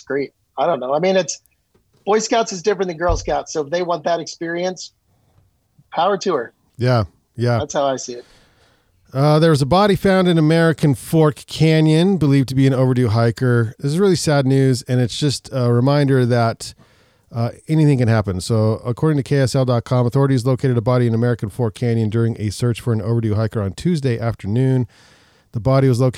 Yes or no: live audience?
no